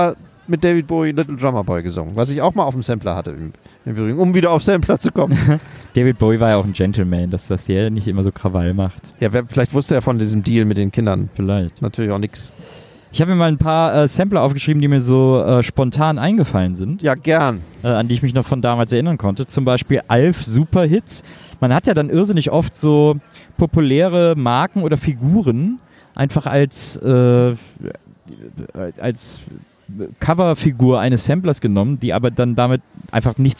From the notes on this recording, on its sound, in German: Podcast Live on Tape vom wundervollen At the B-Sites Festival aus Köln.